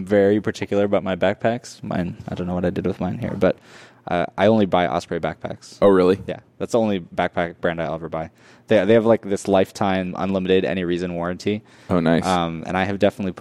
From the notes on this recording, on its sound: Coming to you live from the podcast booth at Microsoft BUILD. Microsoft Build 2019.